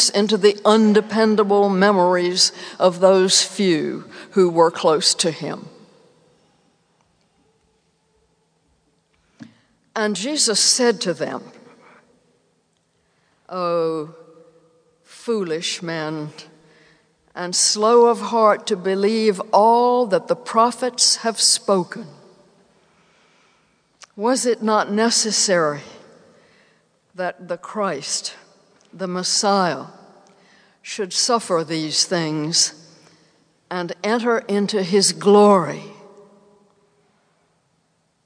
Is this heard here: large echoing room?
yes